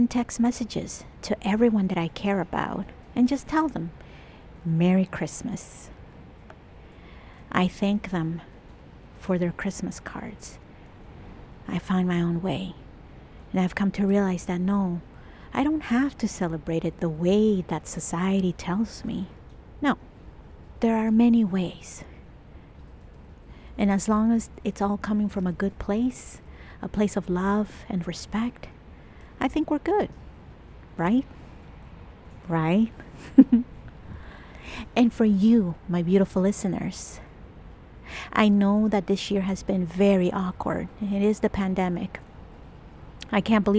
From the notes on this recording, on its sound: I recorded this episode outside over at my secret favourite place in Toronto. There is some traffic sounds, pedestrians and lots of wet snow sounds too! I kept pacing back and forth so you hear me catching my breath a lot - oops!